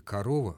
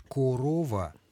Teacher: в слове «корова» в первом слоге звучит нечто больше похожее на «а», несмотря на то, что пишется «о» · Shown in: first take